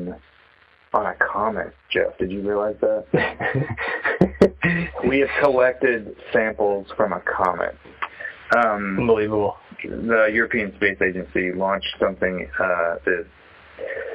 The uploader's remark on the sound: I check-in via phone call